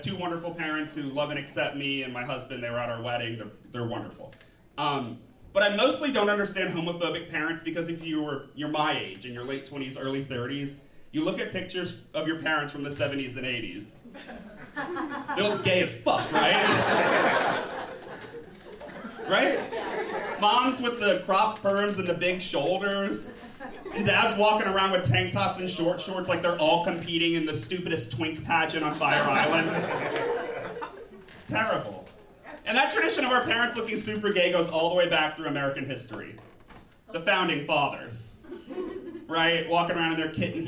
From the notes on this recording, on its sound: Our live story comes from New Orleans based comic